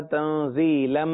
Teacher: میم مشدد ہے لہذا وہاں غنہ ہوگا تنزیلم، پھر میم کا میم میں ادغام ہے تو دوبارہ میم · Term: میم غنہ